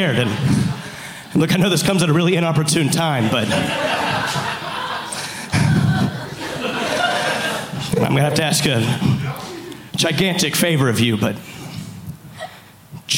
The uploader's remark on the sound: Live from the Secret Group in Houston